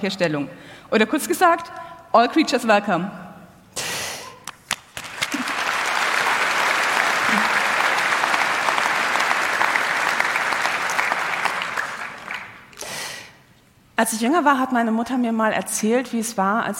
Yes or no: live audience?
yes